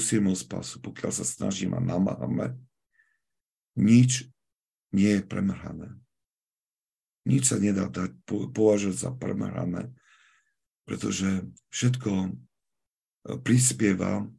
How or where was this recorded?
video call